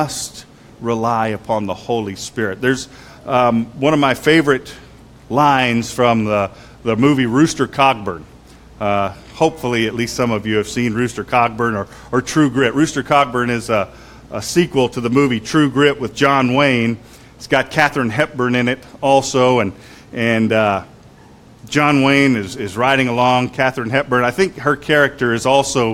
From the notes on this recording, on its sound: Sermon was preached on Pentecost Sunday at Christ Fellowship UMC in San Antonio, TX.